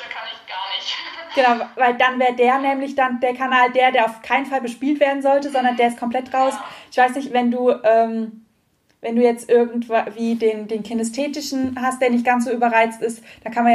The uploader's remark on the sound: INSTA-LIVE. Live Talk.